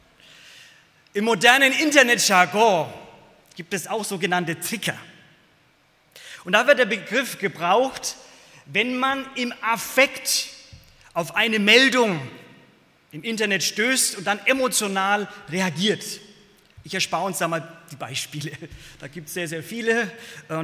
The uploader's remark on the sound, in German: aus dem Gottesdienst der Liebenzeller Mission